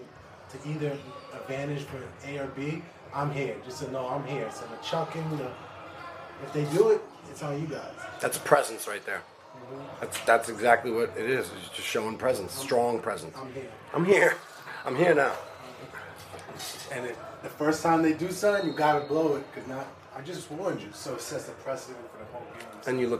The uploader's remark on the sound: Live from: House of Sports